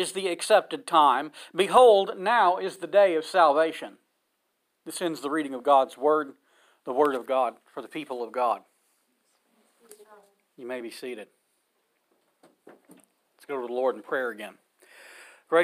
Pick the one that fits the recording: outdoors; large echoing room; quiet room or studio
large echoing room